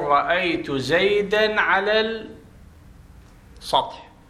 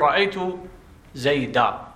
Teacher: ففي الكتابة من نكتبهن اثنين هين، مو اثنين هن نتلفظهن، نتلفظ واحدة منهن. إذا درجت فأنت لفظت بالتنوين والألف أصلا ما تلفظت بها، وإذا وقفت تلفظت بالألف